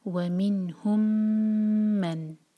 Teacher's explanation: بس پہچان یہ ہے کہ ایمٹی میم آئے گا اس کے بعد جو میم آئے گا اس پر شدہ ہوگا تو ہم میم کو ہولڈ کریں گے دو سیکنڈز کے لیے، ناک میں آواز لے جائیں گے اور پھر ادا کریں گے. تو ہم بیسیکلی میم کو میم میں مرج کر رہے ہیں، اس لیے اس کا نام ہے ادغام شفوی.